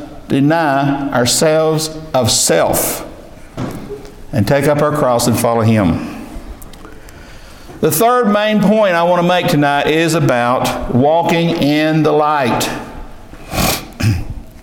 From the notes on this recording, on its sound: This is a message delivered to our local church